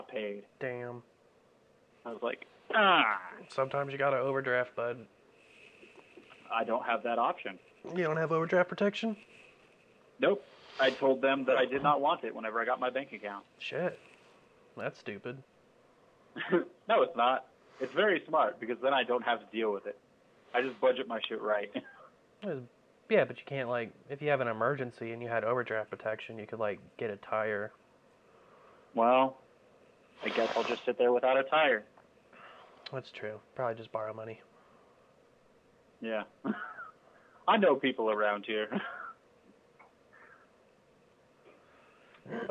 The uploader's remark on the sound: Still talk to one another over the phone.